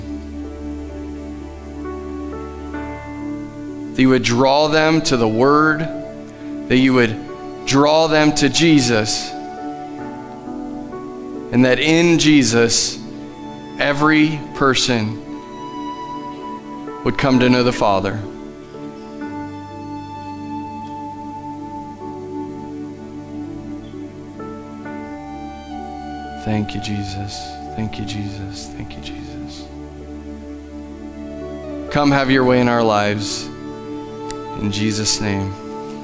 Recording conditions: large echoing room